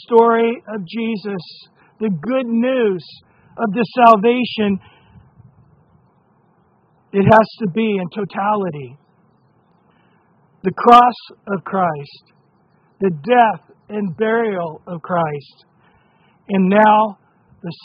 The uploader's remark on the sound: Recorded at Calvary Chapel of Los Alamitos on Apr 9 2023 on Sunday Morning Sermon.